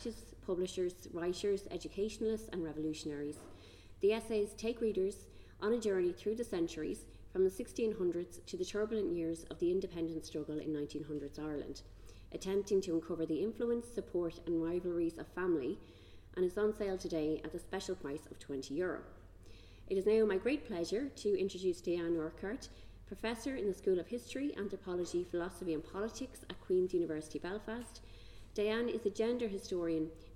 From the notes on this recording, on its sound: The third lunchtime lecture of this series held on 19 October 2022